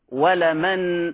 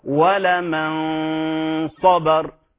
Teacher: النون ذهب جسدها تصويتها وبقيت الغنة، وريثما تنتهي الغنة أبدأ في الحرف الذي يلي الغنة · Shown in: second take · Term: الإخفاء